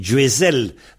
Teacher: on dit djuesel, avec un Z, hein, et non pas un che ou un je. Ils ont gardé le Z là-bas.